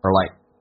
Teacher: R 有弱化现象，直接发成 R，嘴巴打开一点点，舌头卷一下